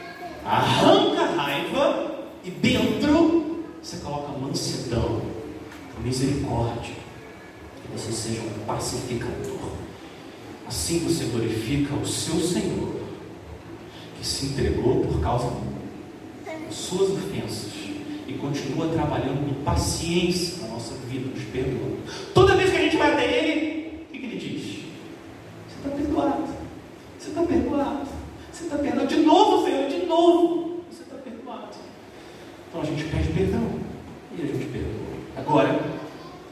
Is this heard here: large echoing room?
yes